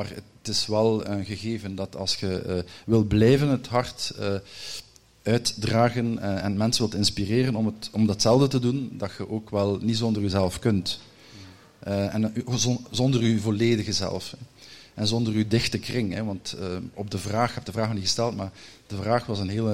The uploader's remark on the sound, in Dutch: live op TimTom Festival'23